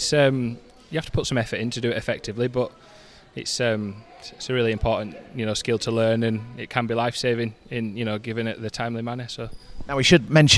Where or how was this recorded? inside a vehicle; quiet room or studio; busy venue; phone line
busy venue